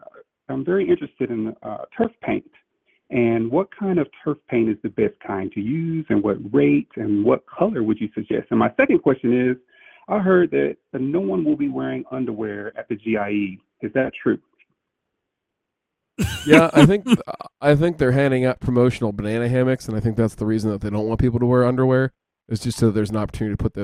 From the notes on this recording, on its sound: Heading into Louisville Week, we do a "Lightning Round" version of phone calls.